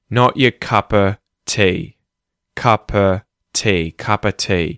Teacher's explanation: the word of is now a schwa sound. There's no v sound. There's no o sound.